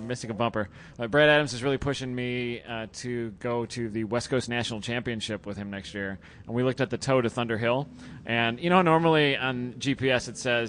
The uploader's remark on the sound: Live during #GRIDLIFE Special Stage announcing one of the afternoon sessions. Tortue the crowd with an average #slipangle show of babbling.